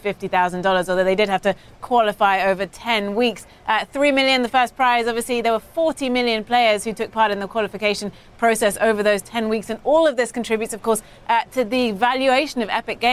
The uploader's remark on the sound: live from the New York Stock Exchange